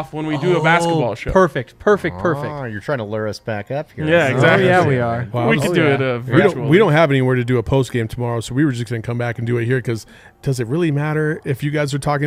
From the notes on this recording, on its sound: The fellas from the PHNX Wildcats crew are LIVE in studio for our first CAMPUS CROSSOVER. LIVE from the DNVR Bar.